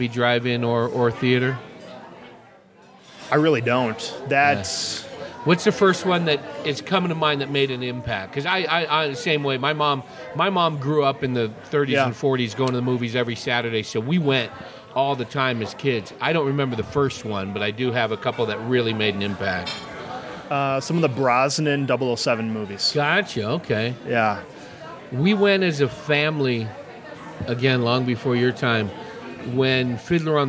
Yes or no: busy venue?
yes